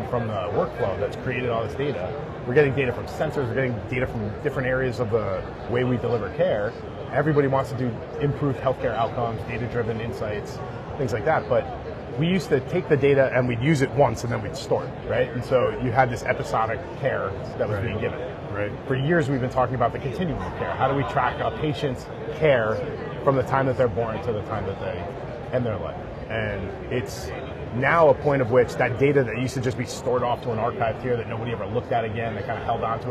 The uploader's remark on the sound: Interview in Action live from ViVe 2023